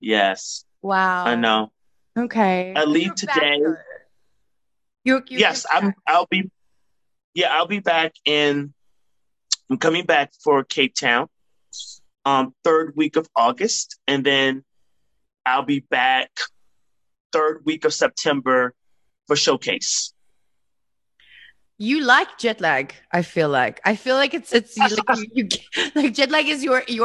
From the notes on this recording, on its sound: joined me on a Zoom